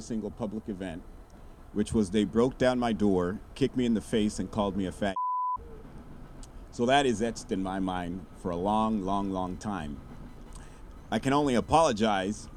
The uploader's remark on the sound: Sounds from the 2023 Memorial Walk for Justice for Timothy Charles Lee. Near the Concord BART station. We’ll hear some voices from the Memorial event.